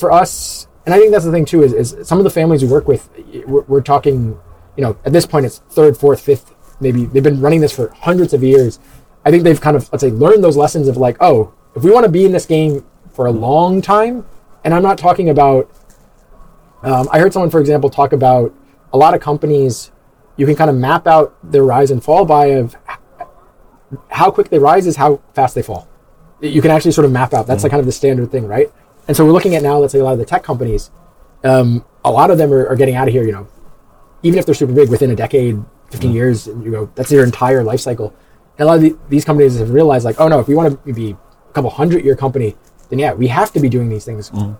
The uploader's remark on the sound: Recorded on the sidelines of the TechChill conference in Riga. Recorded on the sidelines of the TechChill conference in Riga.